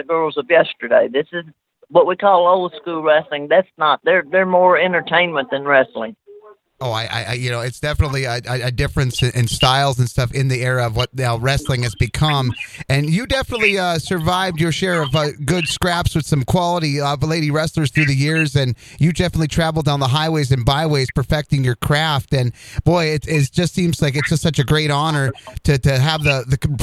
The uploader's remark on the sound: Live and on the scene at the Pro Wrestling Hall of Fame & Museum in Wichita Falls, Texas for the Big Hall of Fame Class of 2019 Induction Weekend festivities